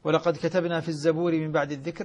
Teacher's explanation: قرأ حمزة رحمه الله من دون القراء جميعا كلمة الزبور بضم الزاي